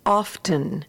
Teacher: But in some parts of the country, you might also hear the word often pronounced often, because in some parts of the country, they do acknowledge the T sound in that word.